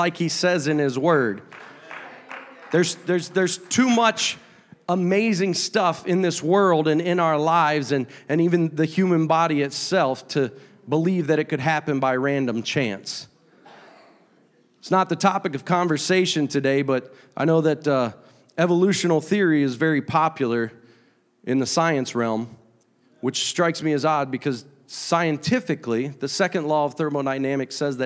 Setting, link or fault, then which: setting, large echoing room